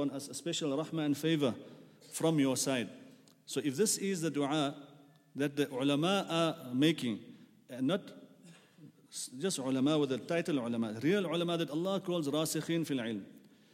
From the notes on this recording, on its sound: at the Houghton Masjid (West Street)